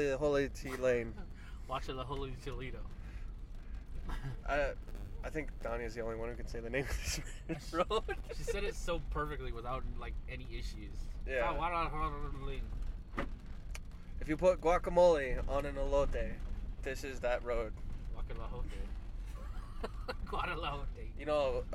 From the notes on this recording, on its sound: recorded a bunch of these in the truck